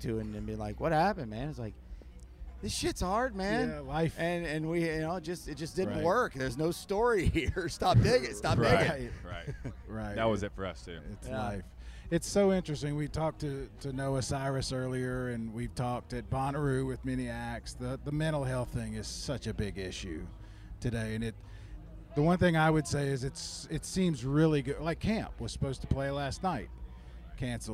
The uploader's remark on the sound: Sat down for a conversation with the crew from The What Podcast while at Chattanooga, Tennessee’s Moon River Festival over the festival.